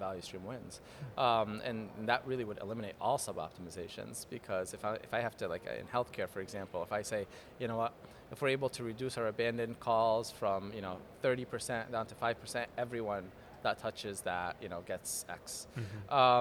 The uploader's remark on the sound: GBMP Live! From the GBMP Northeast Lean Conference!!